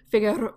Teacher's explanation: I usually tap it instead of trill it.